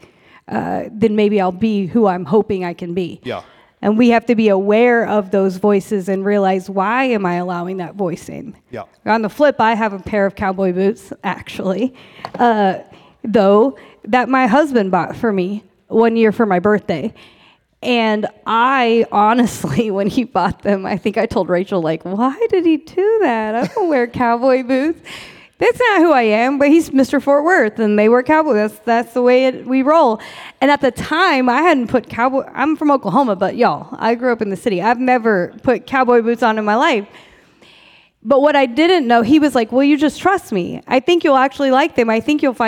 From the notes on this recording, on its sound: We had a live recording to celebrate our 100th pod